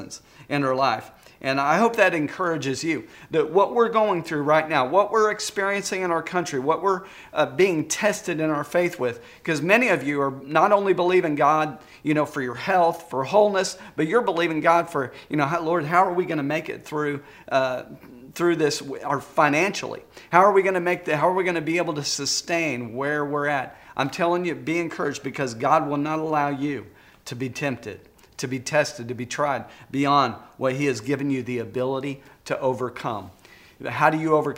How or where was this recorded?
large echoing room